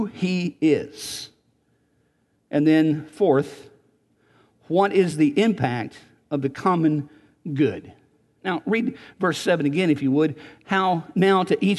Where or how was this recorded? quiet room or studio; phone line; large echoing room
large echoing room